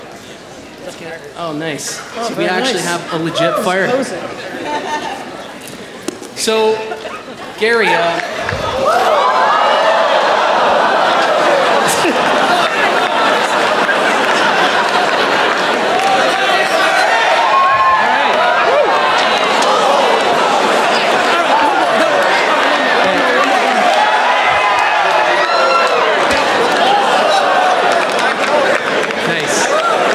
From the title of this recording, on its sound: A Keynote: Haste And Hustle Toronto 2018